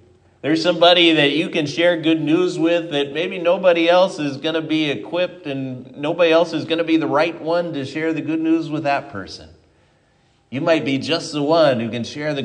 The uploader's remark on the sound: Given at Triumph Lutheran Church, Ferndale, Washington